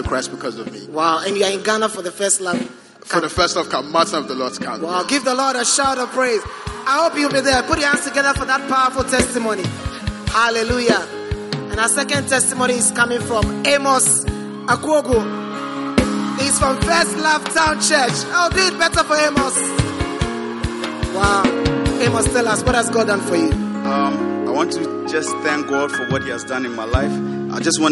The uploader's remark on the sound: Preached at the Prophetic Encounter Service.